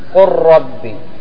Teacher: قل ربي الآن في إضغام، تقول قل ربي، تضغم اللام في الراء وتنطق الراء